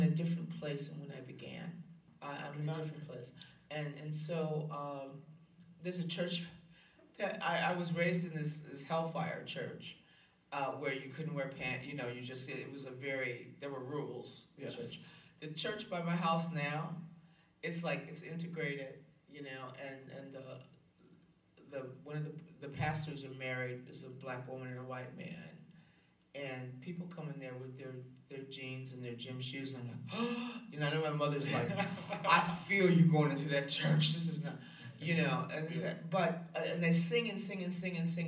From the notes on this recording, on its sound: live from Vassar College